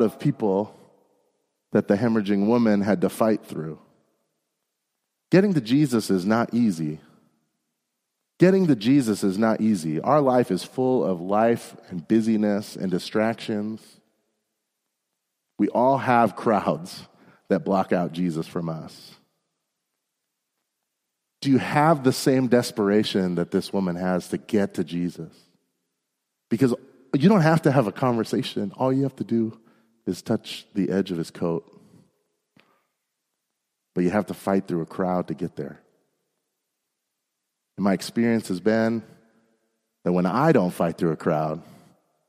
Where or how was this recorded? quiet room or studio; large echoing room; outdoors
large echoing room